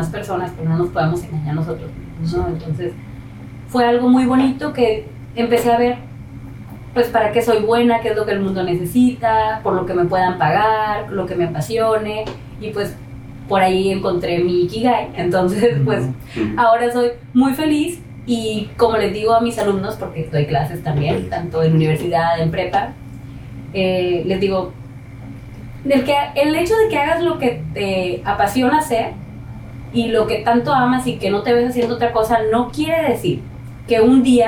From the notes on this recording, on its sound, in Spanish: En éste primer episodio hubo una falla técnica con el audio, por eso la mala calidad del mismo.